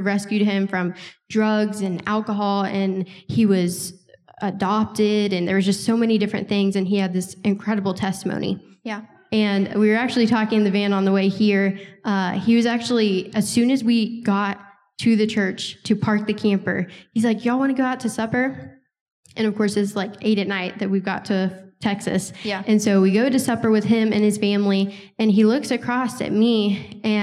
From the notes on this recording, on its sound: recording it LIVE in front of an audience